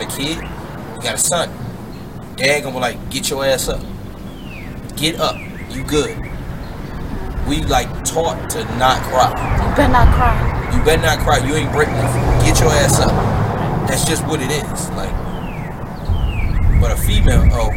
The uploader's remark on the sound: We know its gonna be some hard parts of hearing with us being outside and the wind showing itself but you can hear us throughtout so bare with us we wanted to enjoy the weather and shoot outside.